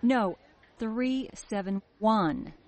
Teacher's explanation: she emphasizes the correct number 1 by pausing slightly and then saying it louder than the other numbers